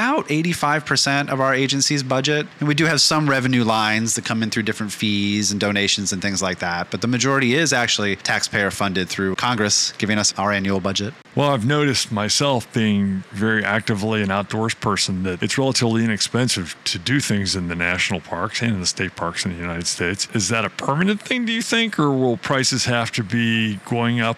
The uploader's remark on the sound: Live From IPW